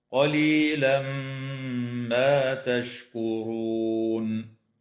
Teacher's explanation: يدغم التنوين في الميم مع الغنة في قوله تعالى: قليلا ما، وتنتهي الآية اتفاقا عند كلمة تشكرون، ويوقف عليها من قبيل الوقف التام.